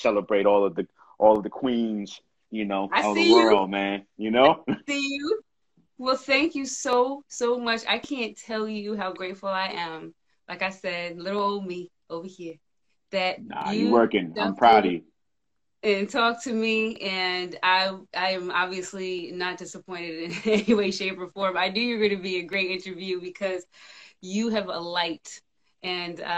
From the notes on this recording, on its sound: in a special Instagram Live #WFH edition